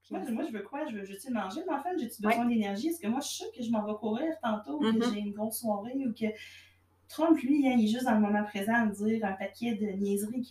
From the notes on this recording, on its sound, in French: Le son est médiocre sur cet épisode: c'était ma première expérience d'enregistrement et le micro n'était pas optimal